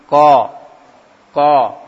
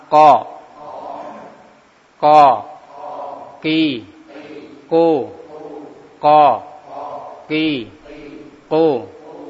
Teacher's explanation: yang keluar dari aqsal lisan, pangkal lisan belakang yang menempel pada langit-langit lunak, keluar huruf ko